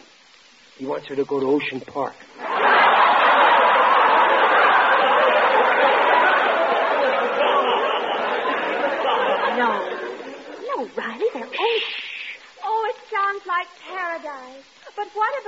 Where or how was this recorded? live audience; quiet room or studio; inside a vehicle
live audience